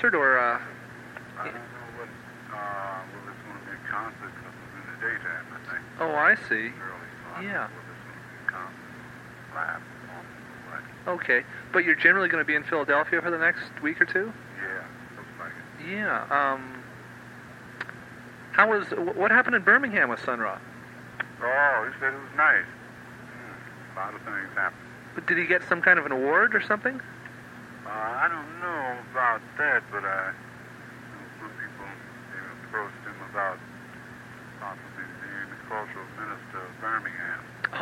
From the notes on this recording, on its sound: phone call